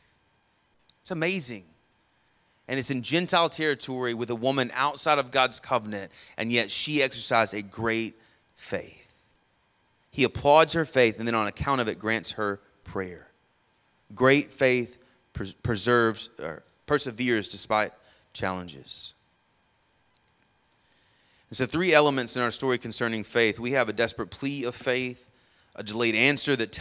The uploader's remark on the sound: Sermon audio from our morning service.